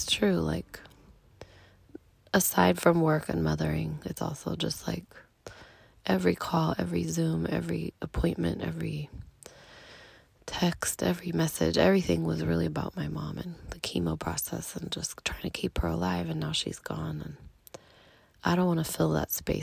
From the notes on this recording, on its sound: In the minivan in Santa Cruz last week. Managed to record one episode on our family trip to California.